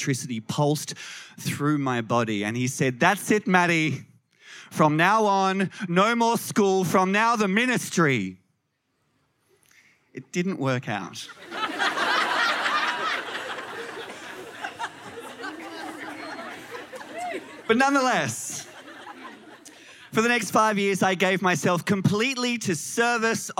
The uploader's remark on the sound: SPUN: True Stories Told in the Territory is a live storytelling event. Popping up at different venues across Darwin. Told at our event at Darwin Festival in 2018.